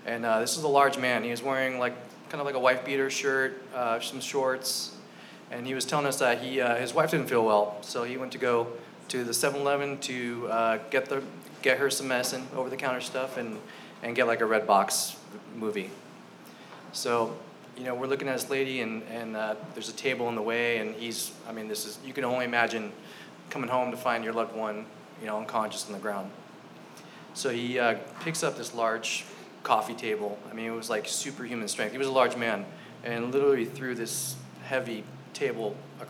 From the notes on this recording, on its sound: This live storytelling open mic event took place at Fox Coffeehouse in Long Beach, Calif.